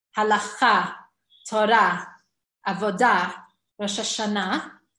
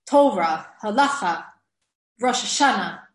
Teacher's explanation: Hebrew words usually emphasized on the last syllable · Shown in: first take · Term: milera